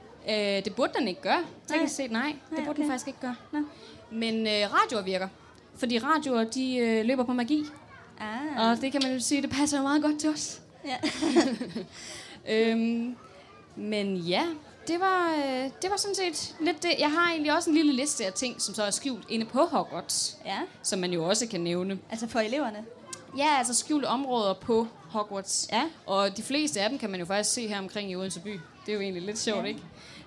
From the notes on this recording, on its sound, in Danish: Liveshow fra Harry Potter Festival i Odense.